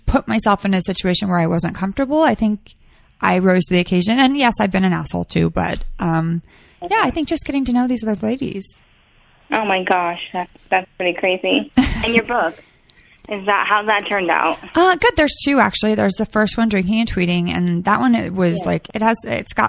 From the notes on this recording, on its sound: Opens up the phone lines to answer any and all listener questions.